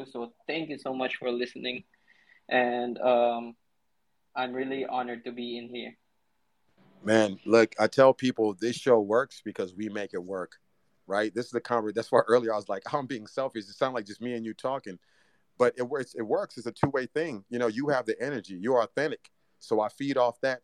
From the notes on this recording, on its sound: This podcast was recorded live from a DAPS COLLECTIVE Twitter space.